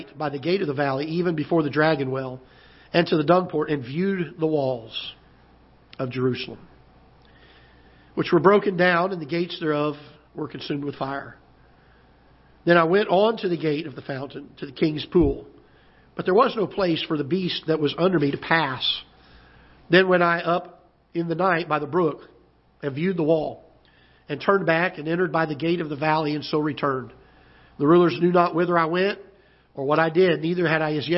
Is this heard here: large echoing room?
yes